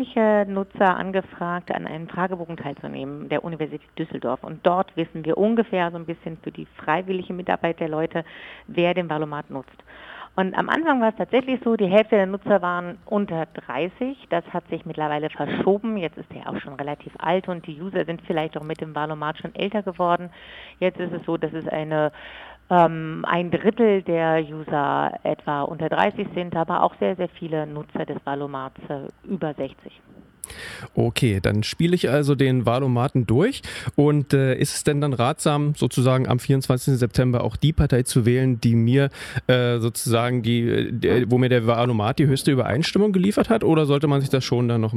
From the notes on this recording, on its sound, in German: Telefoninterview